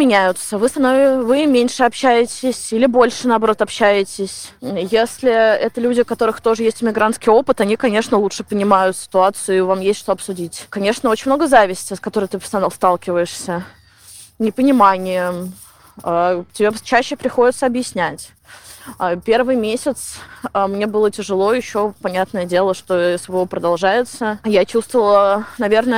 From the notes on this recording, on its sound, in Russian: плохой звук, потому что я хожу по Гайд-парку.